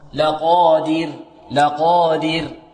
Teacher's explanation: الراء هنا في حالة الوقف تسكن وهي ساكنة وقبلها كسر، فما حكمها؟ الترقيق